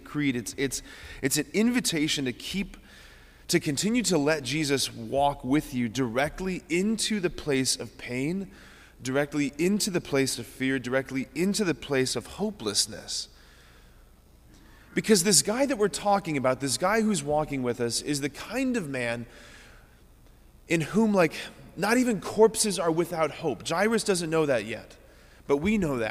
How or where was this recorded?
large echoing room